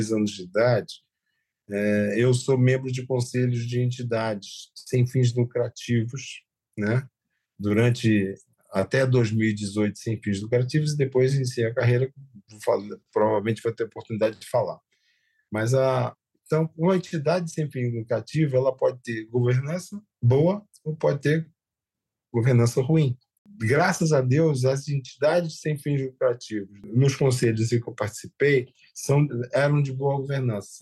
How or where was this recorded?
video call